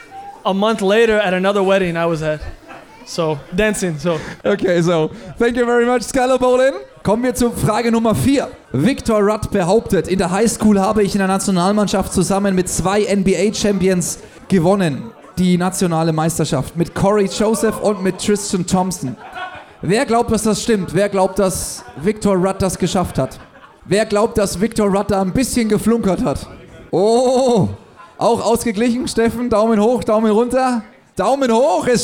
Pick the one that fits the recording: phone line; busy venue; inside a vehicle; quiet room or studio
busy venue